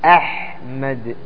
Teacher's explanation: الهمزة تخرج من أقصى الحلق والحاء تخرج من وسط الحلق الآن أحمد فيه إظهار عند الجميع أحمد هذا واضح ما يحتاج